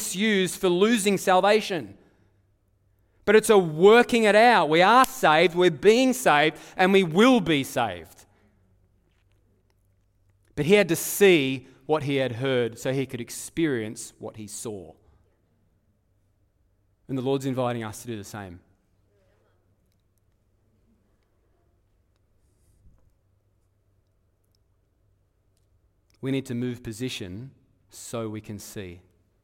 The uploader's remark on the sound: Live at Echo Church Melbourne